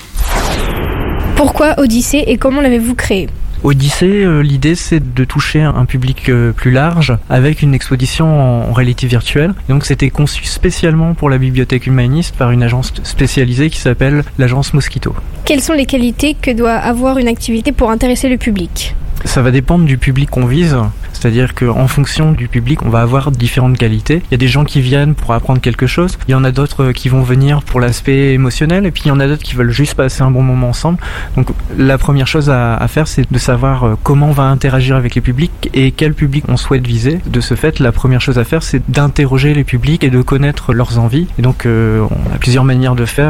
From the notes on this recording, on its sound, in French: Ils ont enregistré un reportage avec la bibliothèque humaniste, un micro-trottoir au marché à Sélestat et ont rédigé leurs chroniques.